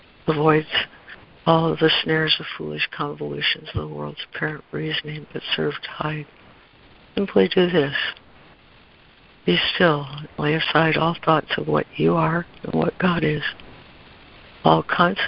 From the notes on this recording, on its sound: ACIM Daily Conference Call.